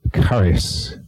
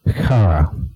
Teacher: The word for grace is the word charis, okay? It's meant to be pronounced with a kind of a CH, a hard CH, like the word loch in Scottish.